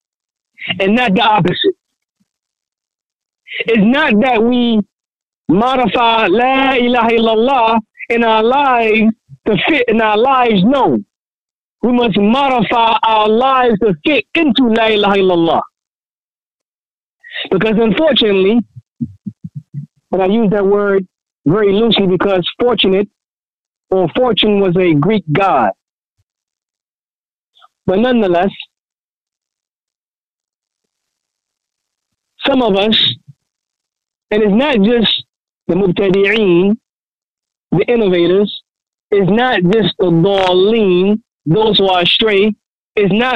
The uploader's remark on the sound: A Toronto Tele-Conference Event Presented by Maktabah Al Fawaaid.